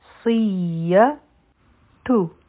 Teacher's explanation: صاد غټ حرف دی، سیټي آواز دی پکې